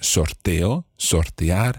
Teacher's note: in the case of sorteo and sortear, then that first syllable is not stressed. And if it's not stressed, then the O is fine.